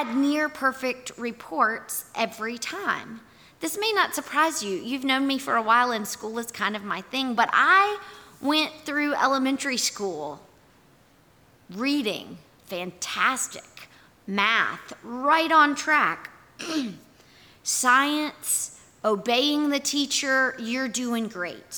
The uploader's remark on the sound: Our audio recording from yesterday&#8217;s worship service. Here is our audio recording from yesterday’s worship service.